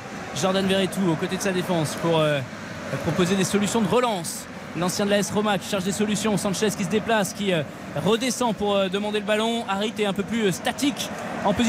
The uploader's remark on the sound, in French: en direct du stade Vélodrome